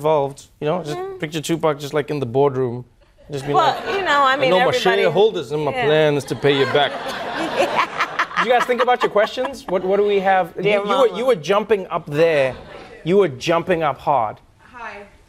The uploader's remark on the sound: answers audience members' questions